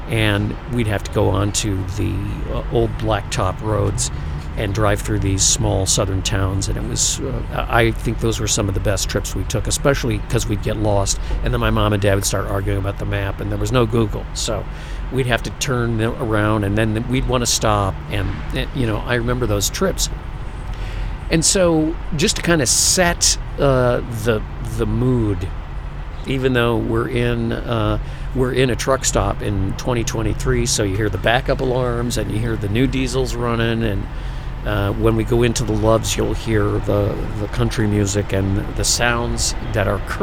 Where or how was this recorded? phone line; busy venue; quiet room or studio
busy venue